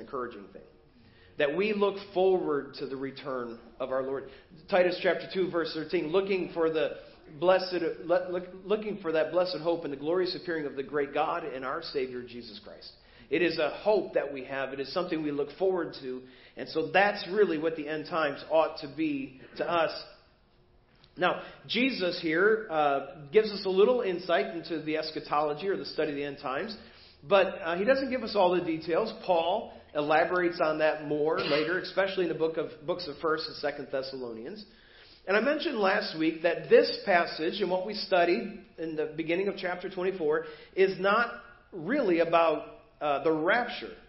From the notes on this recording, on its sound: Preached at First Baptist Church of Hazel Park.